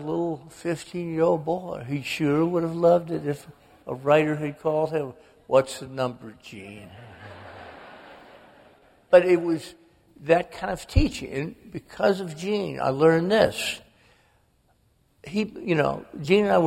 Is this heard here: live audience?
yes